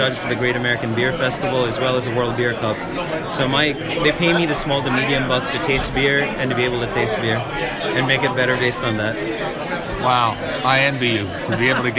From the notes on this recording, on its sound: The KYW Beer and Booze Broz go to Spring Mountain for the Holiday Hops Craft Beer Festival to meet a few brewers and recruit some new bros!